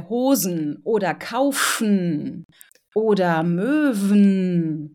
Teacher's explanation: auch nach Frikativen oder Reibelauten wird direkt aufs N gegangen. Auch da musst du das E nicht sprechen.